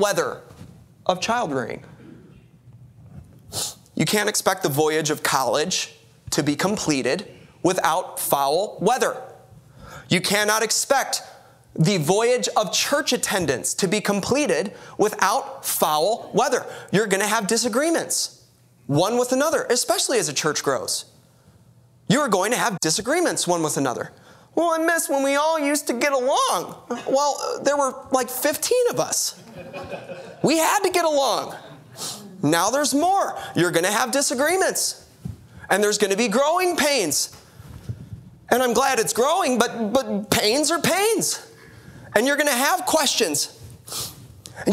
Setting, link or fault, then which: setting, large echoing room